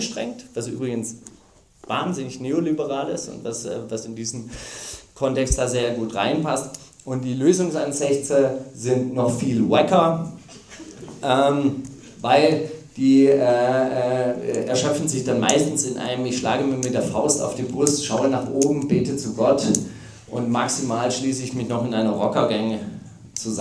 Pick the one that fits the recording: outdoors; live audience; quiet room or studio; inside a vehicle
live audience